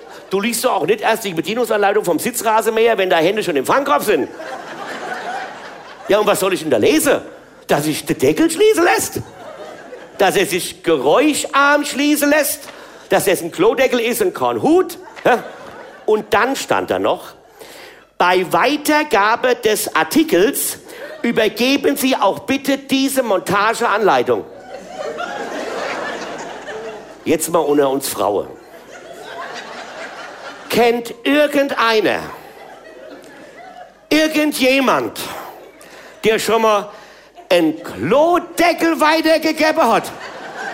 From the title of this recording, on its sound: RVH Live in Koblenz